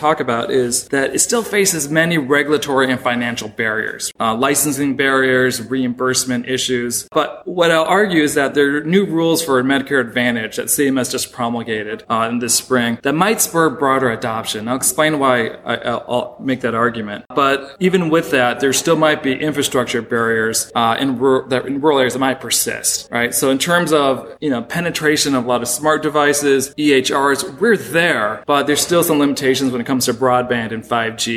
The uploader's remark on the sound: This episode was recorded at the annual meeting of the Southeastern Association of Law Schools during a panel reviewing the year in healthcare financing.